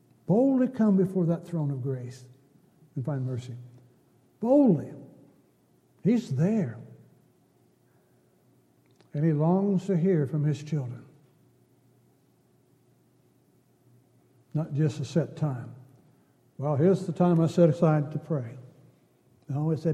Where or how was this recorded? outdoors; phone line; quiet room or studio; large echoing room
large echoing room